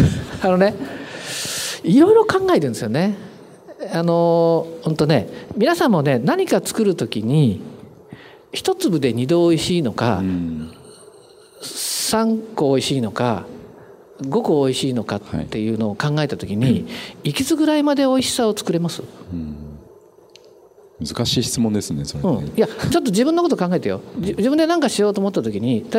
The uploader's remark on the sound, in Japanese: 大阪公開収録